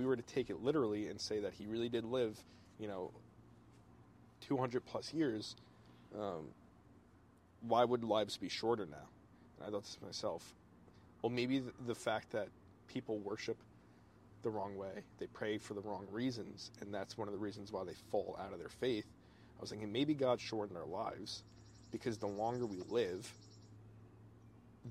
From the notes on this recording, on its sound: This one was recorded while sitting on my back porch at Fort Drum, New York.